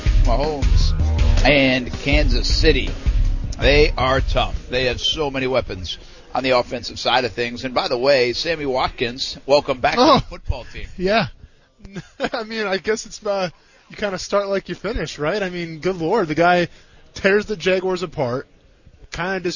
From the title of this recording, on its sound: Live from The Senior Bowl